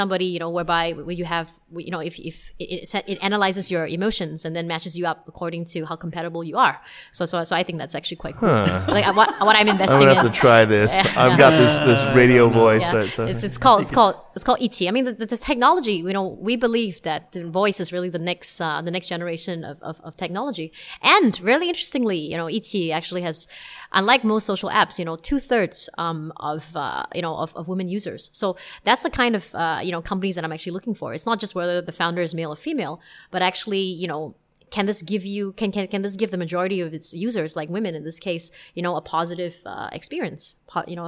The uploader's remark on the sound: This week's show was recorded on April 13 at the Yenching Global Symposium in Beijing.